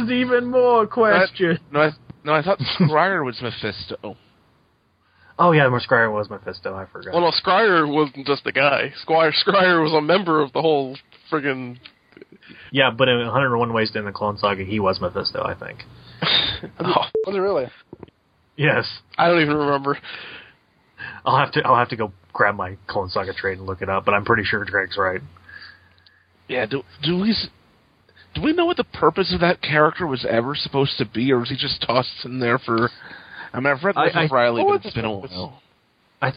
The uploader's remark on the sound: Live Callers